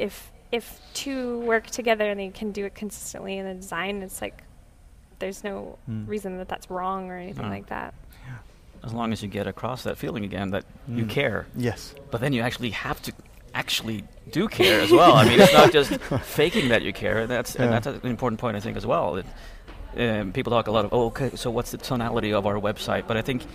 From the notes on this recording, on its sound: A triple set of interviews. Recorded at UXLx 2015.